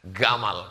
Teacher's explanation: Orang Mesir nyebut jim itu g.